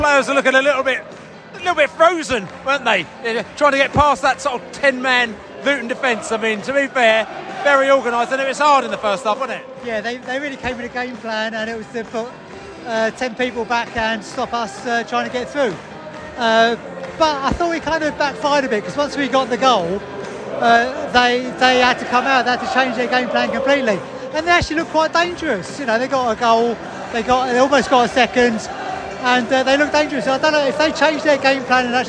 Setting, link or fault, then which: setting, busy venue